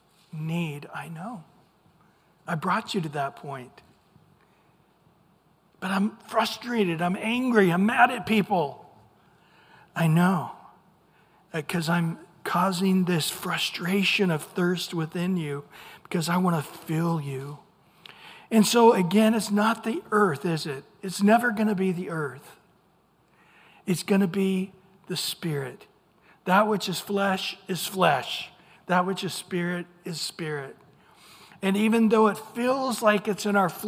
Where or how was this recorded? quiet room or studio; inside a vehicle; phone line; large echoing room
large echoing room